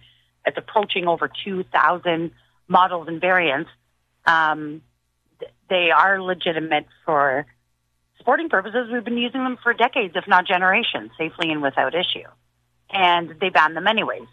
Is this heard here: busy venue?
no